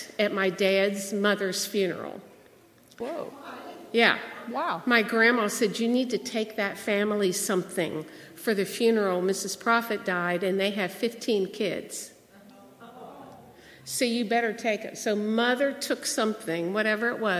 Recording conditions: large echoing room